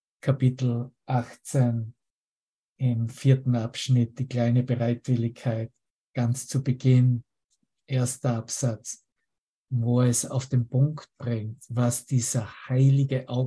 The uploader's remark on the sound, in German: Zoom-Session. Veranstaltet von der Aleph Akademie.